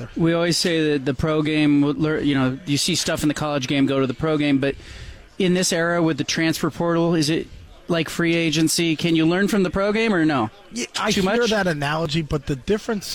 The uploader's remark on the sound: Live From Pac-12 Media Day at Resorts World Las Vegas